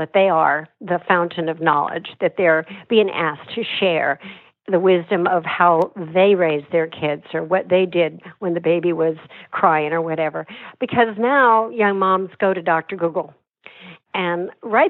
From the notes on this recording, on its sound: via internet phone